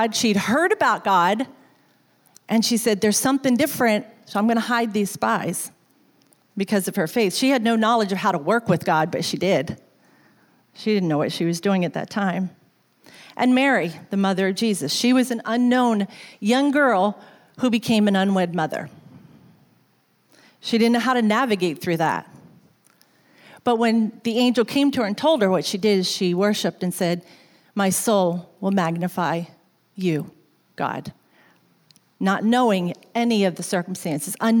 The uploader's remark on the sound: recorded on Sunday, May 12, 2019, during service at The Anchor Church in Rockport, Maine